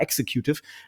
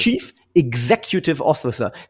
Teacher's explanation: betont auf Exec und eben Gs und nicht X · Shown in: second take